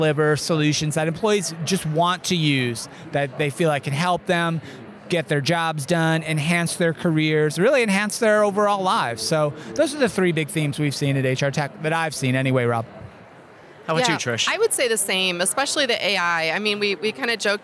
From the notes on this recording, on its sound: We continue our series live from the floor of the 2023 HR Technology Conference.